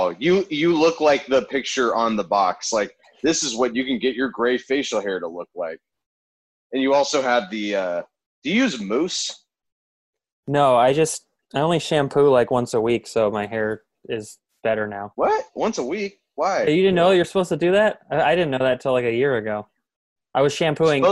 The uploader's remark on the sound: we’re back with another Zoom call episode